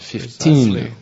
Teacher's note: When you say 15 one five, you put the emphasis on the second one.